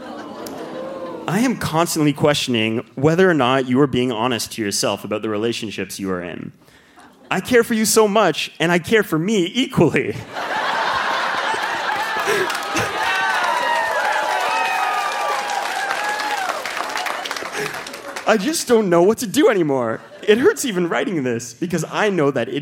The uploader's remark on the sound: Recorded live at the Rio Theatre in Vancouver.